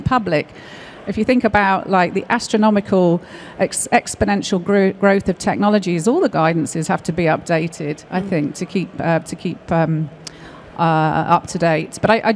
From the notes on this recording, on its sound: Live from Med-Tech Innovation Expo 2023 (recorded 7th June)